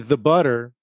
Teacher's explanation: It carries almost no meaning, and therefore it is an unstressed syllable, and therefore E is pronounced as a schwa